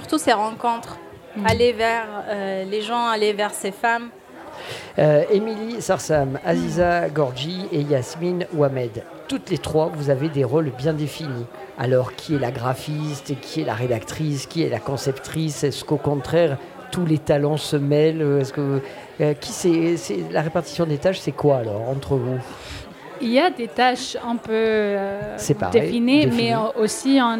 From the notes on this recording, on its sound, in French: Radio Grenouille au Festival Kouss Kouss 2022 - Le Monticole Culinaire. Le Grand Pastis délocalise son plateau et s'invite au Monticole culinaire, un tout nouveau « laboratoire » culinaire qui voit le jour au Plan d'Aou.